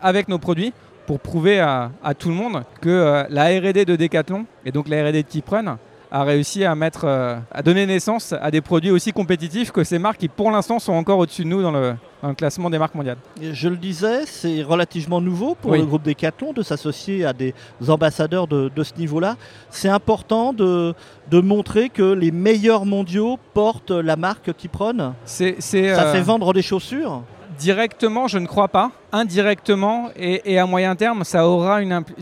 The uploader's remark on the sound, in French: Enregistrement : vendredi 31 mars 2023 au salon Run Expérience, à Paris.